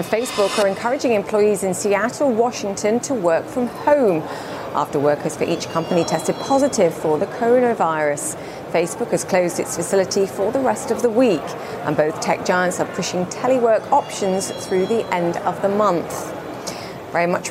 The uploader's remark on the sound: live from The New York Stock Exchange